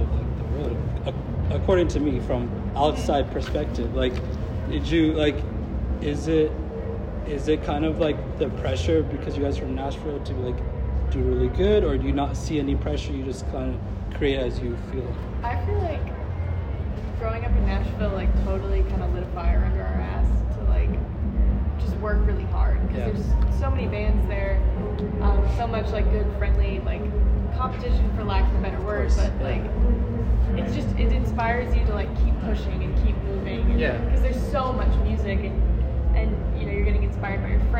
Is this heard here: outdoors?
yes